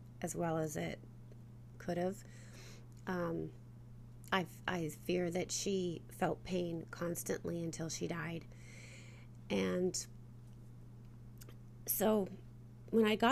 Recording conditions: background noise